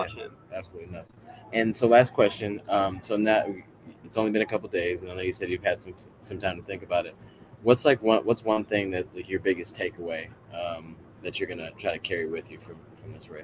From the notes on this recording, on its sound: Live from Eugene OR at World Championships.